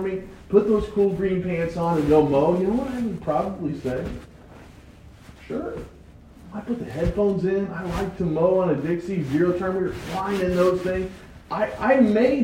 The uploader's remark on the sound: I noticed some technical difficulties with the sound. Sorry for the bad quality!